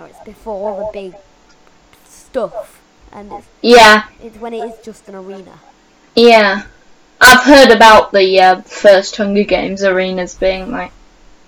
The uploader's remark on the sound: Sorry for the echo.